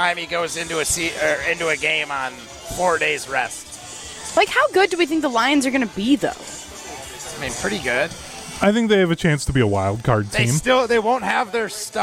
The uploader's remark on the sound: live from Lake Windsor Country Club